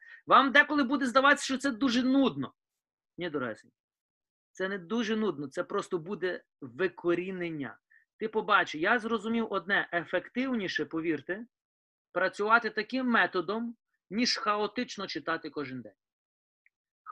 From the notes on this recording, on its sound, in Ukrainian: Zoom зустріч.